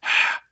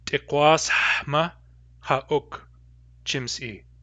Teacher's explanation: The linker is an ending that's pronounced ha, that is a back H, or Q back H. So we would say something like Tikwas hma haok chimsi.